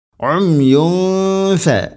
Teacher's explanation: തൻവീനു ശേഷം ഫ എന്ന അക്ഷരമാണ്, ഇഖ്ഫാ ബിഗുന്ന, അവ്യക്തമാക്കി മണിക്കണം. അമ്യു ഫ മണിക്കുമ്പോൾ ഇദ്ഗാം പോലെ തോന്നിക്കരുത്, ഉംയുംഫ അല്ല, ഉംയുംഫ.